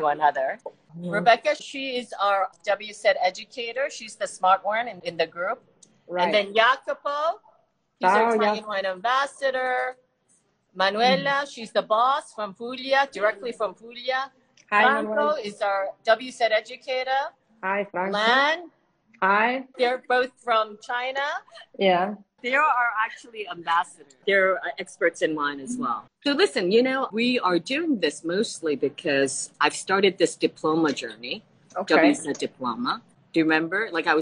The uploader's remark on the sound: Recorded on instalive during the pandemic. These recorded sessions are then released on the podcast to immortalize them!